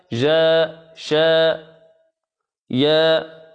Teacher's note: الجيم والشين والياء مخرجهم واحد، أي وسط اللسان